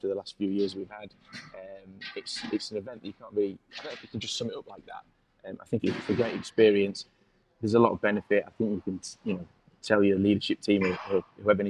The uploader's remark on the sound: Live in Vegas...ish! We'll be going live at ServiceNow Knoweldge 23 event in Vegas.